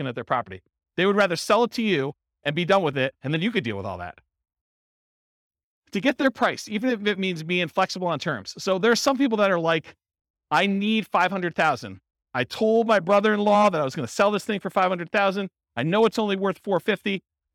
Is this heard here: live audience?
yes